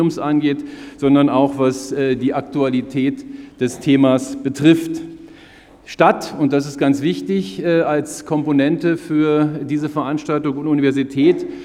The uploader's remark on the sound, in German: fand im Audimax der Uni Freiburg eine Podiumsdiskussion